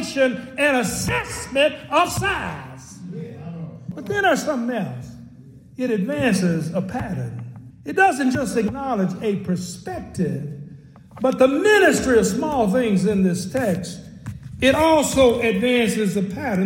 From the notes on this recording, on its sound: At the historic Clay Street Missionary Baptist Church, Shelbyville, Kentucky during their first ever “Big Enough Conference”